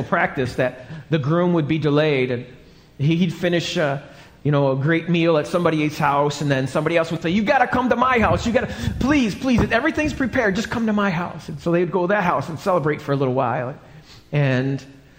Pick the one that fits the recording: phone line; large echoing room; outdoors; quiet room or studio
large echoing room